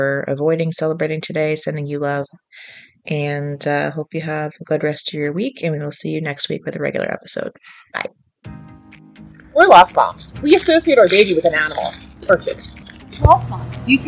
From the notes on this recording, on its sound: Sorry for the funky audio!